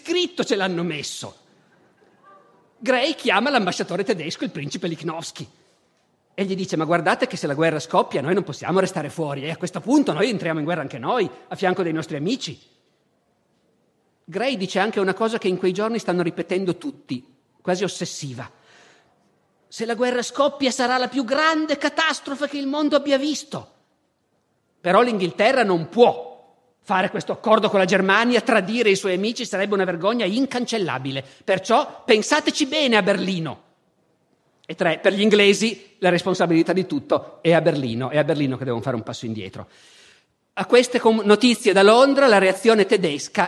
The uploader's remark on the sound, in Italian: Festival della Mente, 2014